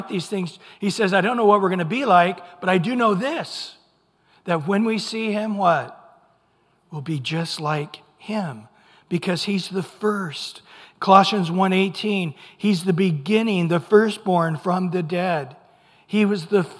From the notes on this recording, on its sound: Recorded at Calvary Chapel of Los Alamitos on Aug 13 2023 on Sunday Morning Sermon.